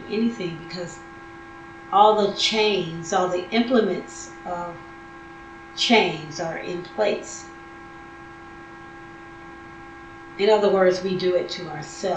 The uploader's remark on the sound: Note on audio quality....meh.